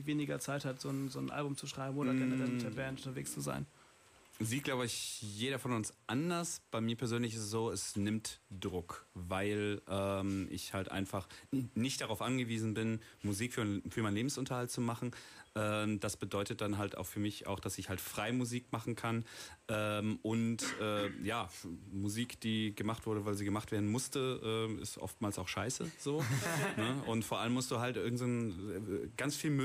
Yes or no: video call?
no